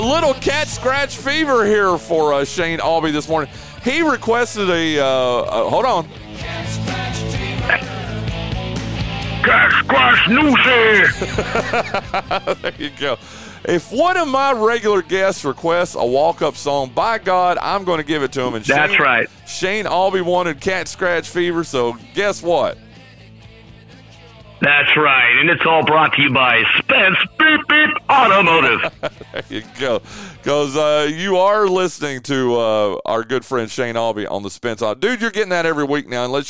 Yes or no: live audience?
no